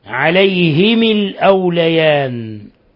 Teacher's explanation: بكسر الهاء والميم من عليهم، وبالألف من الأوليان، الألف لكنها ترسم بغير ألف.